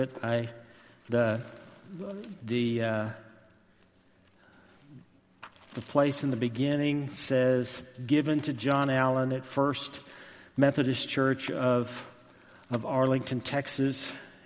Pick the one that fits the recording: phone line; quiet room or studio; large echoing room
large echoing room